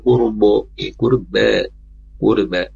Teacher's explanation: Ro sukun sebelumnya doma, ya pastikan dia tebal ya.